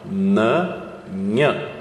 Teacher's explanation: E no Nh, a gente sente o som mais posterior, lá atrás, lá no palato mole. · No N de nariz, a língua toca geralmente na região da papila, que está próxima dos dentes superiores.